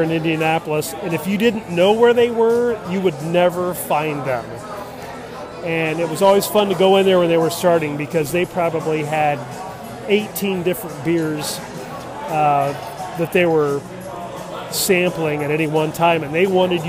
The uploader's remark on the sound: On location from Bier.